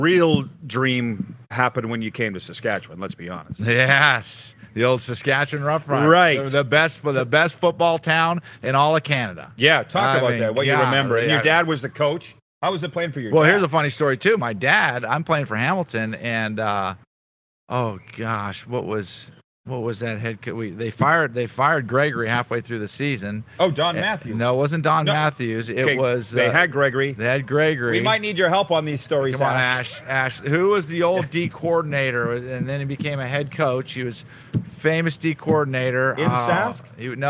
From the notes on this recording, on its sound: LIVE from the Boca Raton Bowl in Florida!